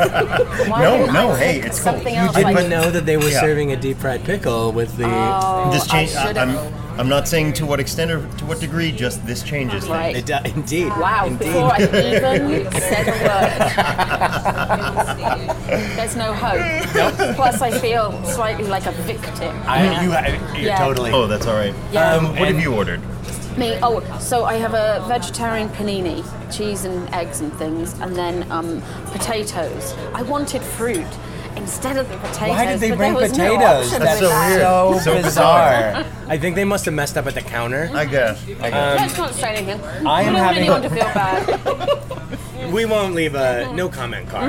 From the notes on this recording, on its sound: Recorded at Larchmont Bungalow in Los Angeles, CA.